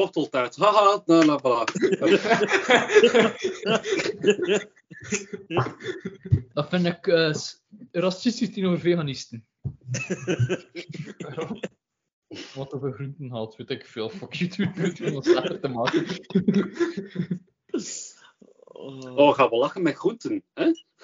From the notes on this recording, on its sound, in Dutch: We halen Skype nog eens van onder het stof voor deze knotsgekke aflevering van de KapotKast.